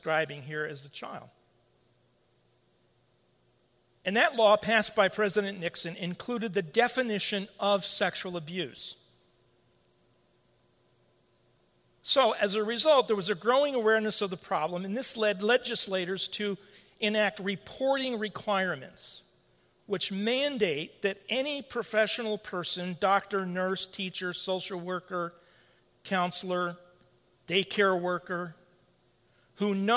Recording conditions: large echoing room